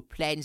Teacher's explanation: plans does not change to plans because that's not an NS in phonetics, that's an NZ